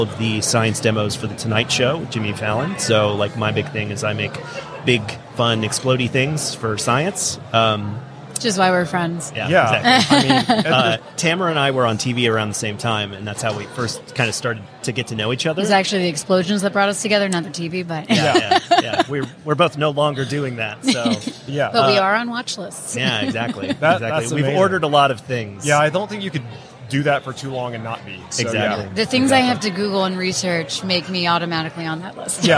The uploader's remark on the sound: LIVE from WORKBENCHcon 2022. In the booth at WORKBENCHcon 2022.